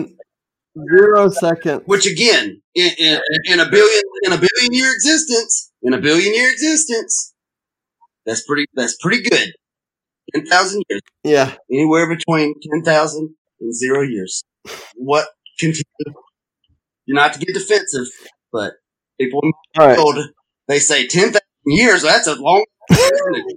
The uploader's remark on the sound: Sorry for the audio lags.